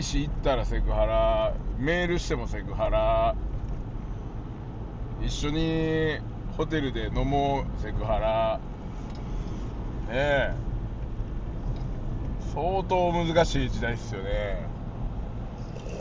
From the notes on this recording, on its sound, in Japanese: サーフィンに向かう道中で収録しました